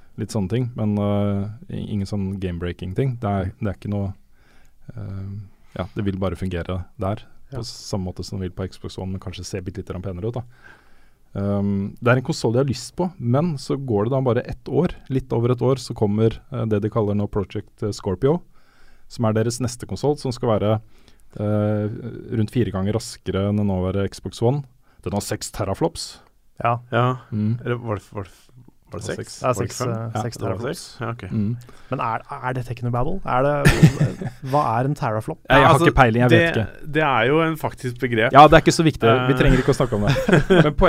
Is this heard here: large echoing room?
no